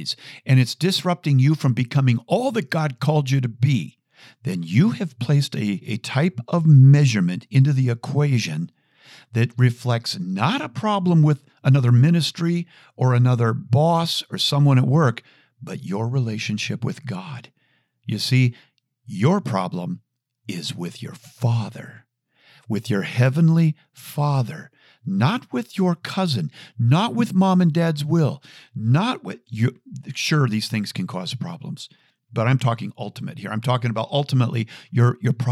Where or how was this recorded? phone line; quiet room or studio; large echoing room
quiet room or studio